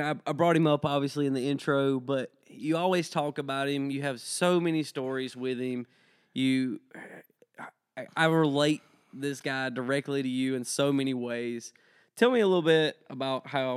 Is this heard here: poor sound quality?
no